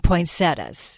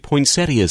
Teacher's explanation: we drop that extra syllable because it's French · Shown in: first take